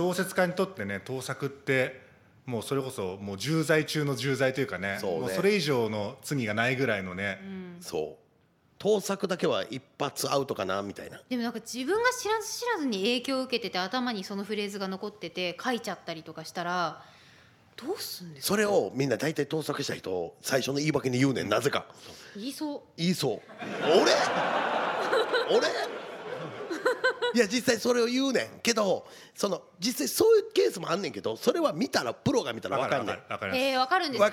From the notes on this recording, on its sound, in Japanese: 公開収録回